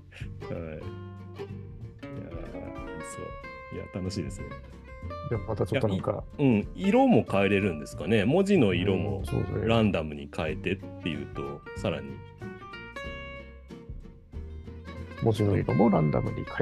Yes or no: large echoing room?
no